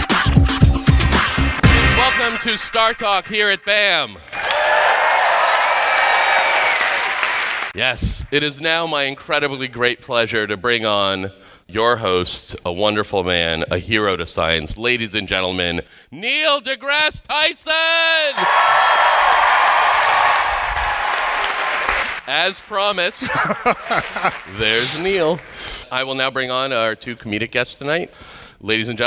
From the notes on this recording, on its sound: StarTalk Live! Big Brains at BAM. At the Brooklyn Academy of Music.